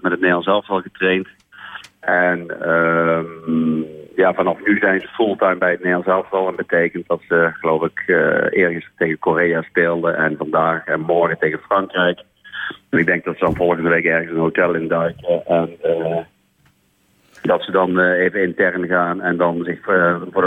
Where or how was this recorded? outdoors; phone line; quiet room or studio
phone line